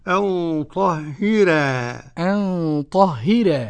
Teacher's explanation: طهر قرأ ورش بترقيق الراء